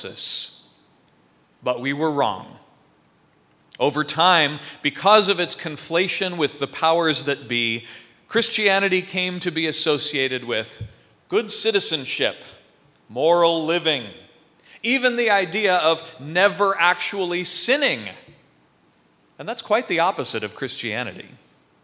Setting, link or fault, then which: setting, large echoing room